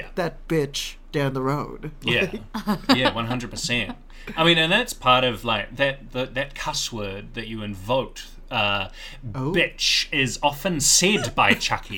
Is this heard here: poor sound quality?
no